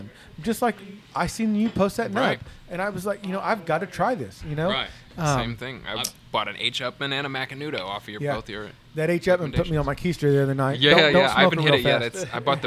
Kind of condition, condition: setting, busy venue